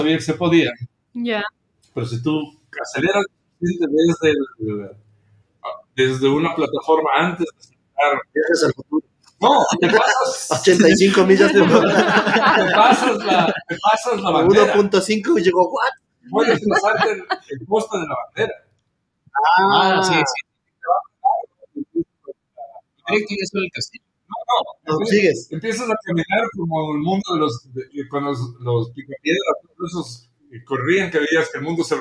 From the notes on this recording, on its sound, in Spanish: Lamentamos la calidad de audio en este episodio